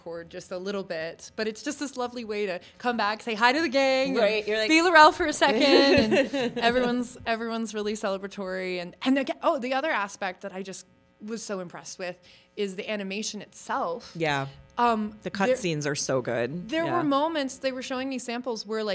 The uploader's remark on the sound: Recorded Live at Starbase Indy 2022.